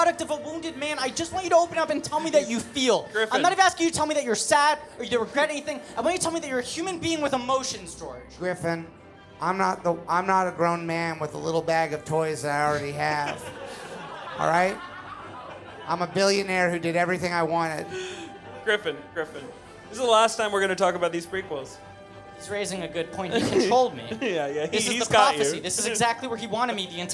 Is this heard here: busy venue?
yes